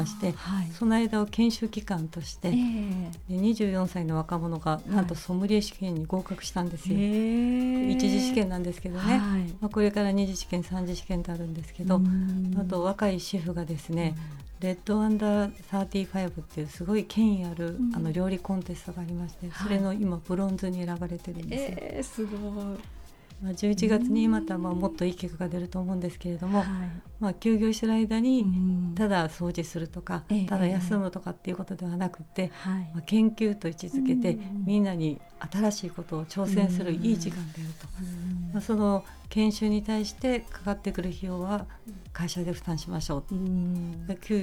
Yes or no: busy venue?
no